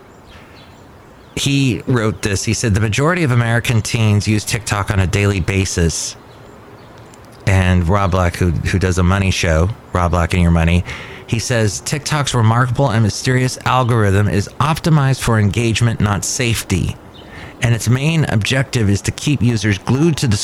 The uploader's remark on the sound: podcasts live from Cafe Anyway